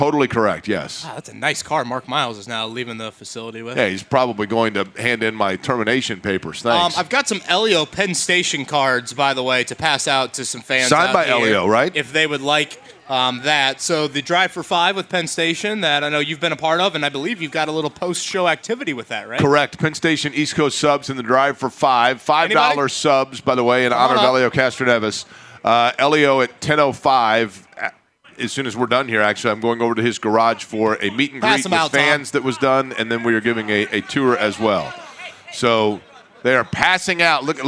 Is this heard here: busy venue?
yes